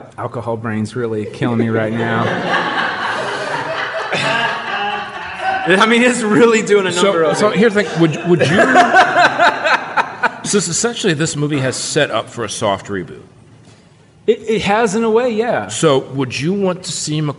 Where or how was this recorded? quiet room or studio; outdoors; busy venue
busy venue